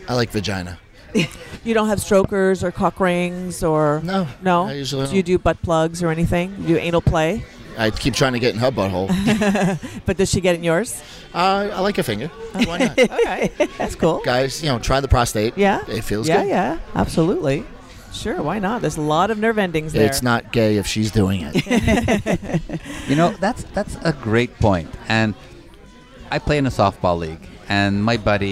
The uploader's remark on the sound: on location from Hedonism II Resort in Jamaica